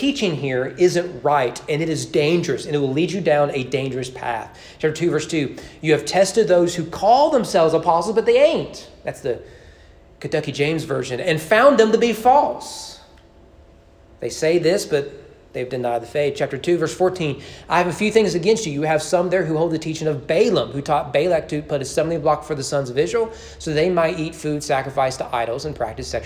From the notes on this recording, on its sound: Sermon preached at East Frankfort Baptist Church on June 27, 2021 during evening worship.